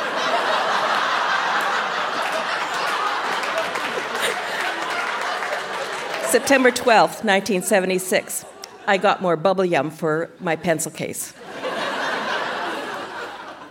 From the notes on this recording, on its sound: Recorded live at the Park Theatre in Winnipeg.